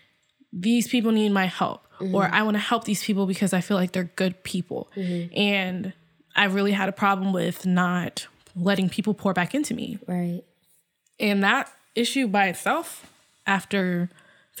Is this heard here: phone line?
no